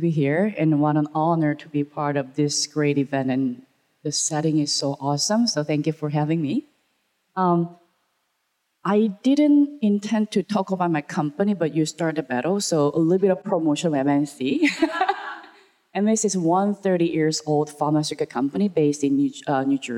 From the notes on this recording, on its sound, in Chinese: 四位「偶像」太愛也太會聊天導致氣氛太熱絡，我們不知道怎麼才能把現場的笑聲剪掉！